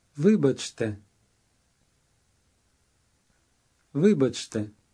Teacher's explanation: Make sure you're getting that stress right on the ви syllable.